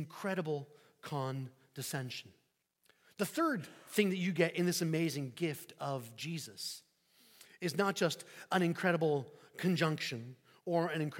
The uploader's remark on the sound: Sermon preached on New Year's Eve 2023 at St Peter the Fisherman, New Smyrna Beach